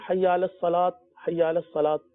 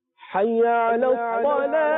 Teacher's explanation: بعض جب اقامت پڑھتے ہیں حی علی الصلات، حی علی الصلات پڑھتے ہیں، تو حی علی الصلات تو نہیں پڑھا جائے گا، چاہے اذان ہو یا اقامت ہو، حی علی الصلاح آخر میں گول تا ہا میں تبدیل ہوگی، ہا ہی پڑھا جائے گا · Shown in: second take